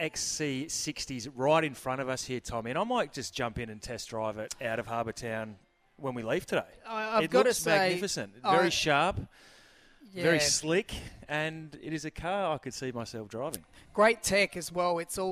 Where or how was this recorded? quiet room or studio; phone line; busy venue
busy venue